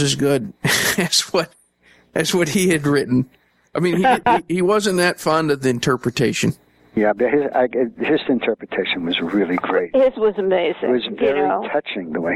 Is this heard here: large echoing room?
no